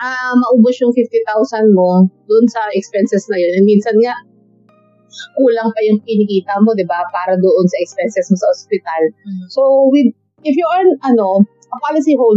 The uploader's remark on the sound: Apologies in advance for some of the background noise. I didn’t notice I used the grounded cable for the mic. No amount of post edit could remove it.